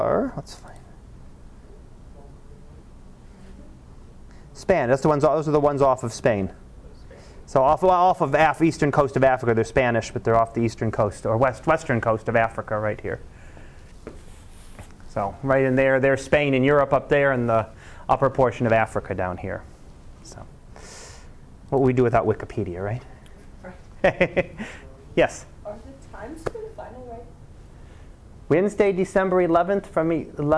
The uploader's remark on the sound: Live Class Lecture